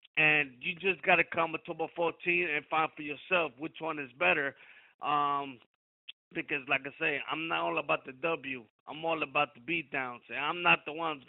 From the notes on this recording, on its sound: Media Teleconference Interview